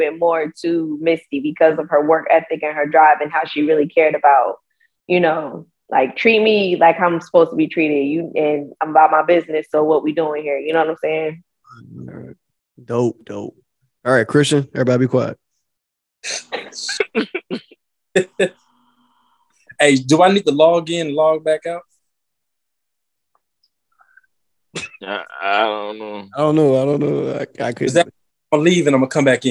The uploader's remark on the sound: EVERYDAY PHONE CONVERSATION!